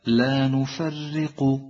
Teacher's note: الراء مكسورة مرققة، لا تكررها في اللفظ، أي لا تقول لا نفرق ولكن الفظ راء واحدة، لا نفرق.